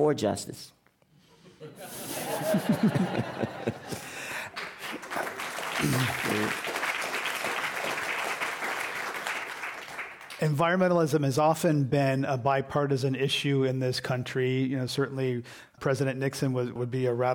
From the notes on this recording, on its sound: This program was recorded in front of a live audience at The Commonwealth Club of California in San Francisco on December 12th, 2019.